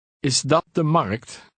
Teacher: Note that your voice goes up at the end to indicate that you are asking a question.